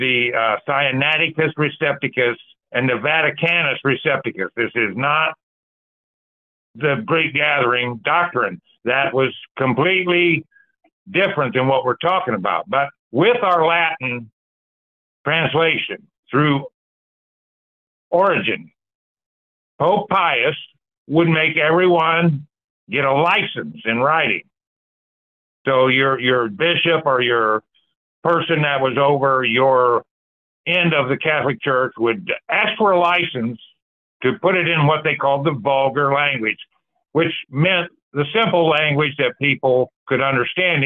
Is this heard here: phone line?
yes